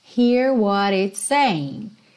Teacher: Saying, você não pronuncia o G final.